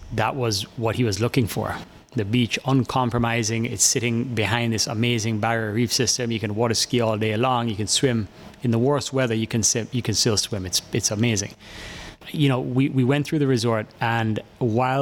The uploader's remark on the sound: Broadcasting live from Sandals Dunn's River